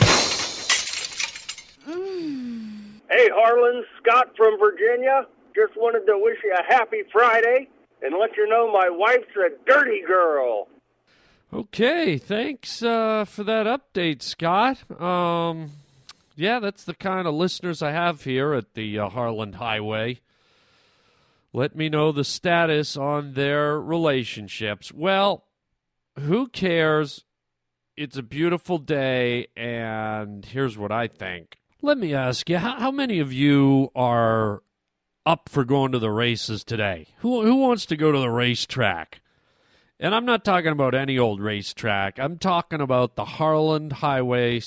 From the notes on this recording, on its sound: phone calls from listeners